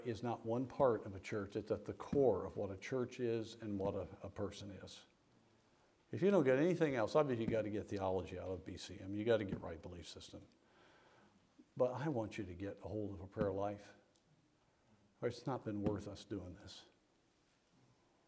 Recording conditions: large echoing room